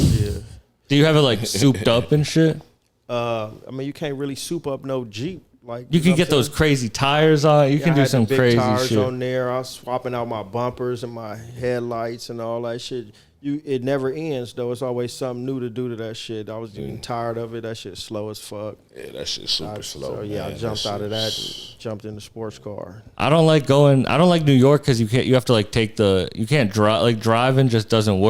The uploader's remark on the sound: This episode was recorded in the green room